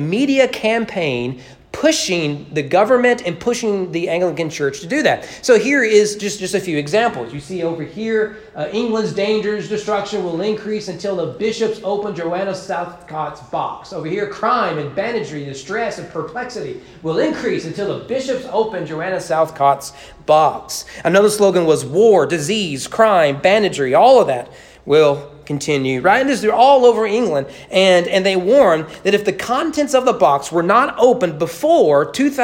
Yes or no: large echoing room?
yes